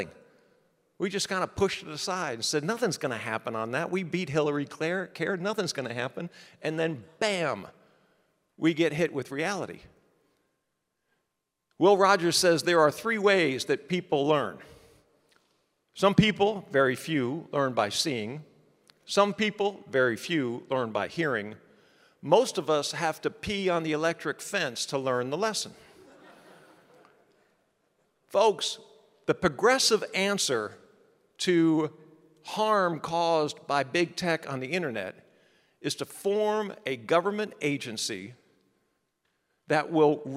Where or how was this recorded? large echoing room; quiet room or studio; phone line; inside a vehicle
large echoing room